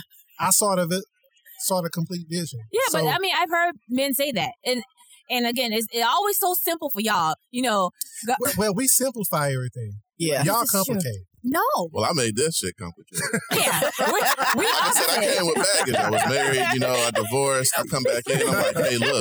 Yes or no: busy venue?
yes